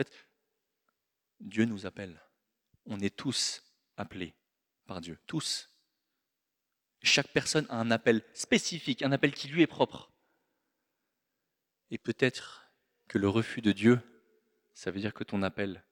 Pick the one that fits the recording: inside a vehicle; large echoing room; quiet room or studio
large echoing room